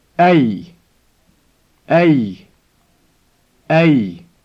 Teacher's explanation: The word meaning what, in the sense of which, is أي، with a double Y sound at the end of the word.